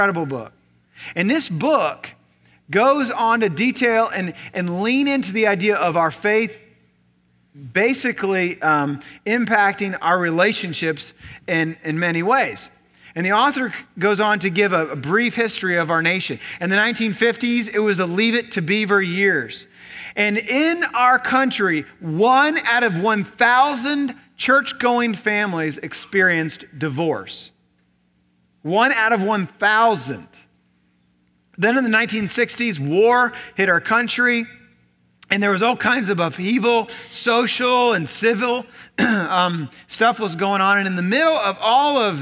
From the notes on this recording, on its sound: Recorded on October 22, 2017 at Graceland Baptist Church in New Albany, Indiana.